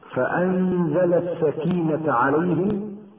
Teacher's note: نون ساكنة قبل الزاي، تخفى النون مع بقاء الغنة بمقدار حركتين، ويسمى إخفاء حقيقيا.